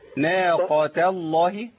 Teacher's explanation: احنا عايزين نفخم اللام ونرقق التاء المربوطة